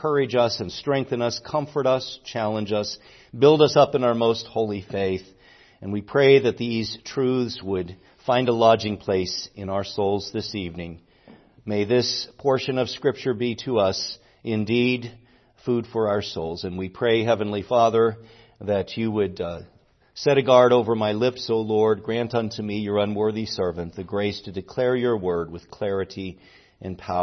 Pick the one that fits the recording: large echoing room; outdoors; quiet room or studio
large echoing room